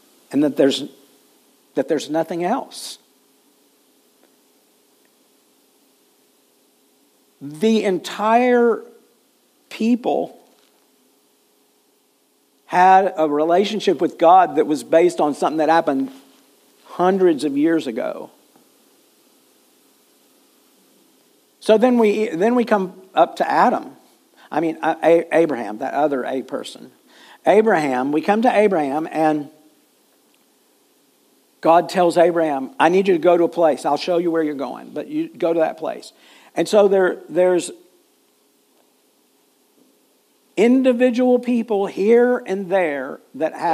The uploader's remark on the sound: Full Sunday Service December 3, 2023